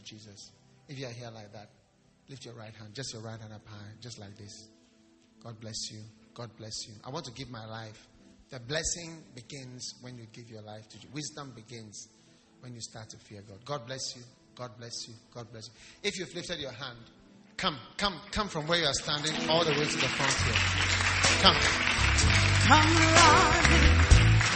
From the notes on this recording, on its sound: Preached at the Wisdom Impartation Service.